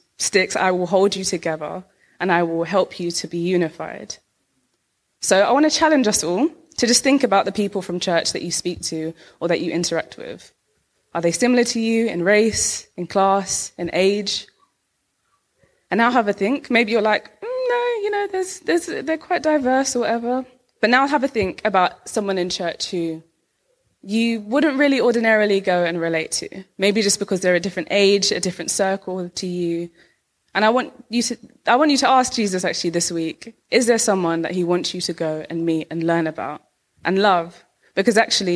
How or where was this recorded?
large echoing room